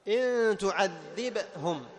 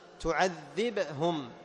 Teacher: فتحافظ على سكون الباء، ثم تقلقلها لأن الباء من حروف القلقلة